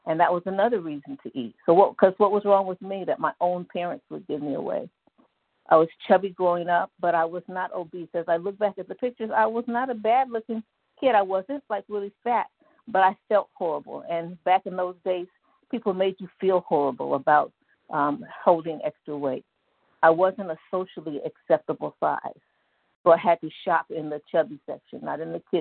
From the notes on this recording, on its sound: from the 100 Pounders Phone Meeting, 1/6/24.